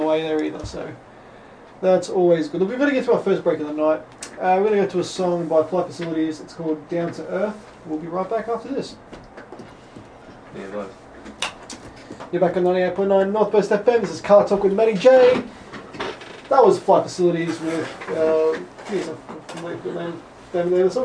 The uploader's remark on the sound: this is the backup recording as the normal recorder had issues